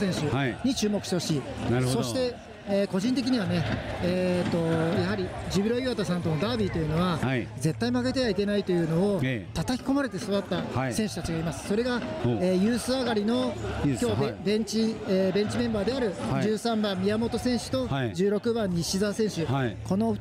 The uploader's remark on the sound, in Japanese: 清水エスパルスとジュビロ磐田の静岡ダービーの試合会場から収録！